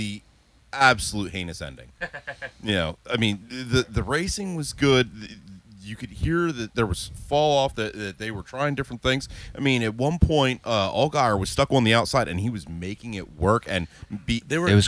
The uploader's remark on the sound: A special recording from the camper at Martinsville